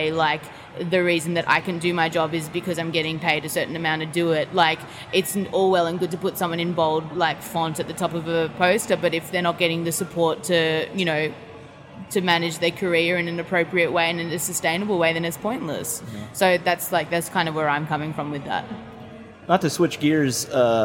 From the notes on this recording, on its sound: backstage at Lollapalooza